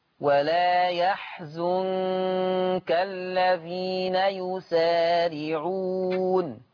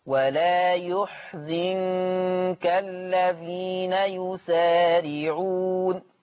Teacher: قرأ حفص بفتح الياء يا وبضم الزاي زو فيقرأ ولا يحزنك الذين يسارعون، أما ورش فيقرأ يحزنك، يقرأ ورش بضم الياء وبكسر الزاي · Shown in: second take · فتقرأ ولا يحزنك الذين يسارعون.